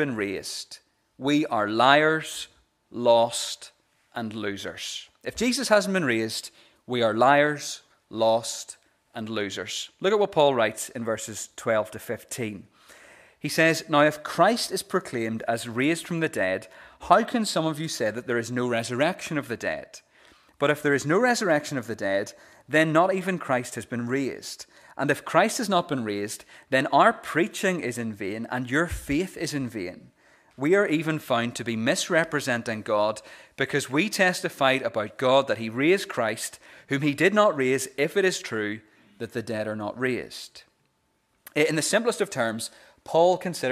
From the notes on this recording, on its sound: the recording of the Bible reading and sermon from our Easter Sunday morning service